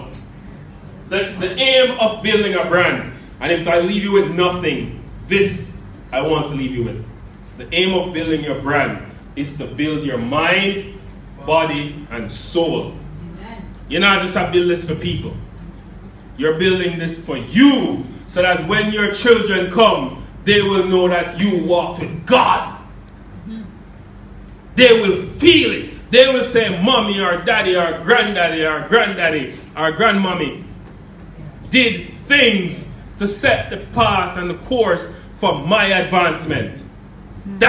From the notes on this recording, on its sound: In front of a live audience in Kingston Jamaica.